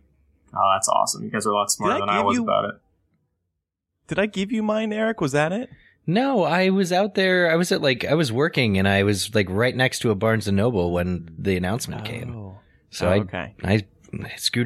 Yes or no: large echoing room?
no